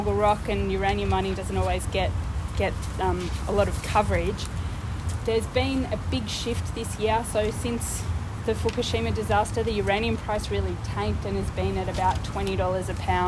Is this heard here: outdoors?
yes